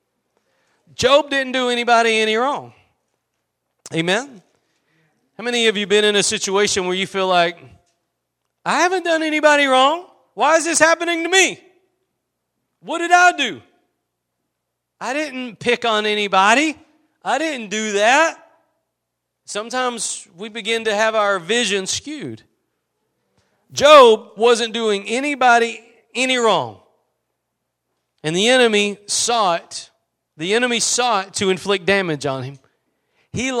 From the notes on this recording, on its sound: Preached at Gospel Lighthouse in Bossier City, La.